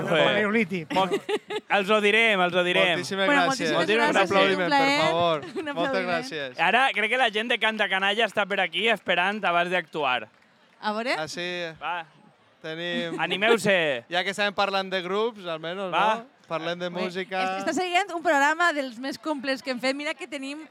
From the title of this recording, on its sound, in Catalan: Directe a la Vall d’Uixó